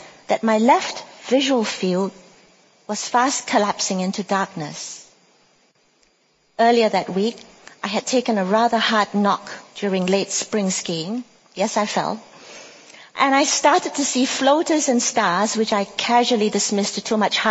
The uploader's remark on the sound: At the INK Conference.